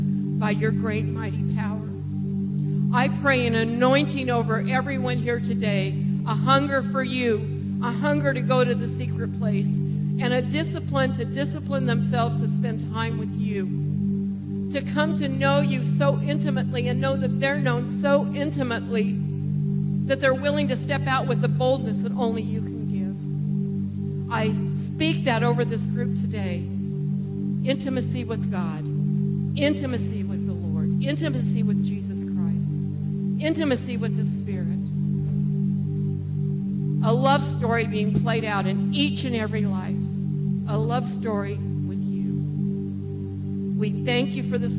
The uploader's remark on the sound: This message was recorded on May 28, 2023, at Gateway Church in Richmond, Indiana